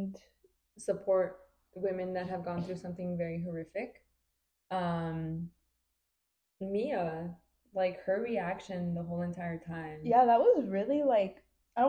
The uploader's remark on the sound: Beware of this one because there is a lot of stuttering and giggling. We are testing out our new mics so make sure to have your volume at a reasonable level.